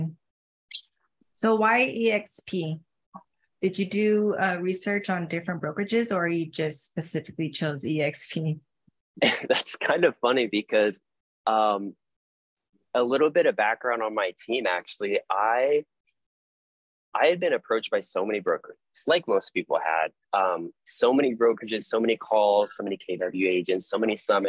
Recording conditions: video call